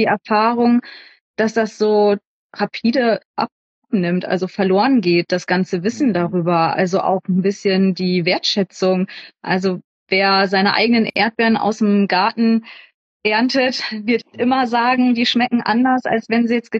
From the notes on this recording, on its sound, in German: auf Instagram-Live